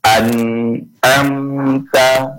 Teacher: Jadi setelah kita membaca huruf nun itu secara jelas, maka juga kita akan membaca huruf selanjutnya dengan jelas, gitu. Jadi an nunnya jelas, am ainya juga ya jelas. Jadi enggak ada yang disembunyikan dalam hukum izhar. Jadi an am ta, gitu dia satu-satu.